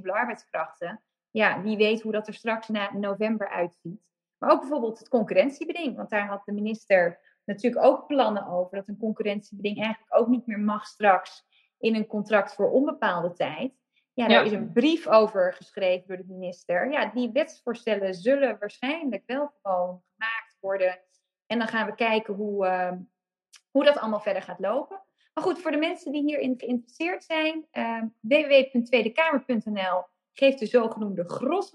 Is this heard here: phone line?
no